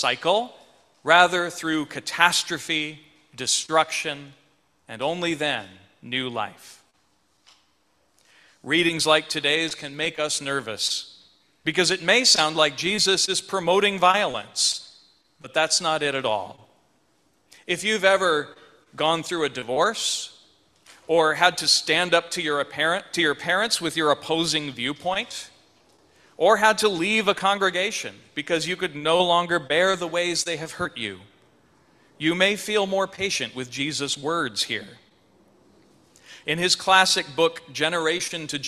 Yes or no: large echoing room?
yes